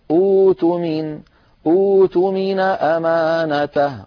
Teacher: فنضطر أن نحول الهمزة الساكنة أ إلى واو، فنقول أوتمن أمانته، وأعود فأقول لا نتعمد فعل ذلك، وإنما هذا بدء اختباري، بدء لمعرفة القاعدة اللغوية في هذه الكلمة القرآنية.